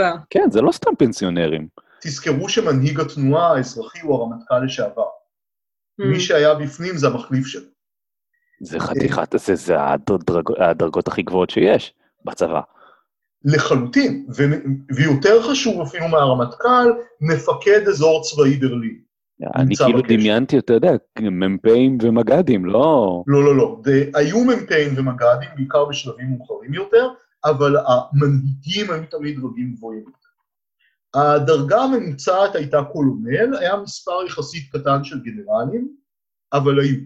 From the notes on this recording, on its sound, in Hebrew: הקלטה דרך זום